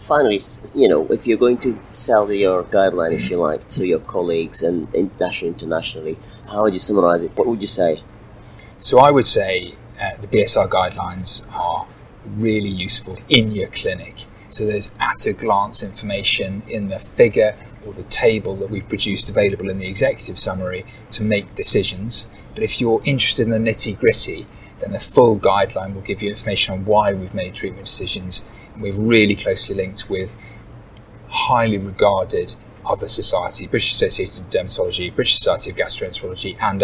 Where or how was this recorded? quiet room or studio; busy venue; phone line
busy venue